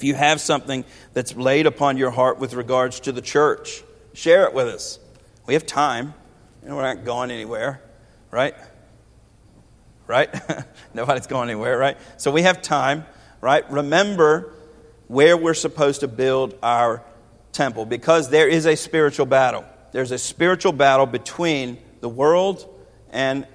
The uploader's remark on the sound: This is a sermon from Zechariah 2 preached 8/28/21 at Westerly Hills Baptist Church.